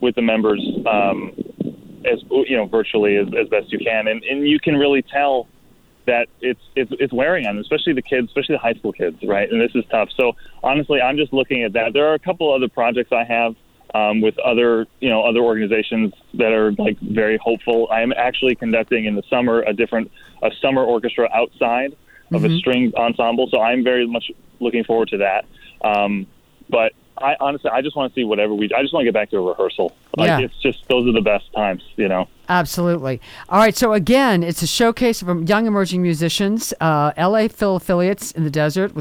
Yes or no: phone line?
yes